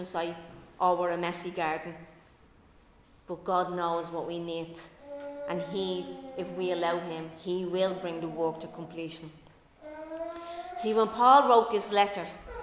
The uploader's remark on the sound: Recorded live in Liberty Church on 5 June 2022